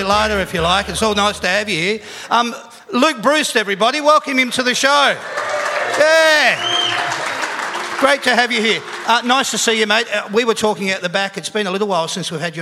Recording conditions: live audience